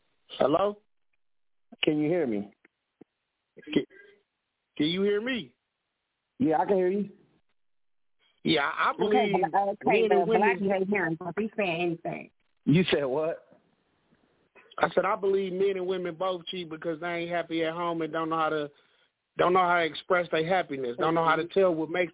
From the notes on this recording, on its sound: Keeping It A Buc Live On iFM Radio. Answering your calls live on the air.